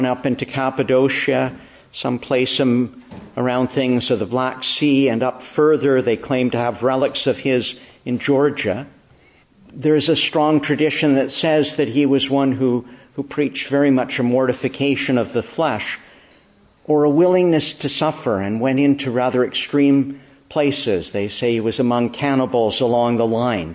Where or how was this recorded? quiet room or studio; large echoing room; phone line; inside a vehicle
large echoing room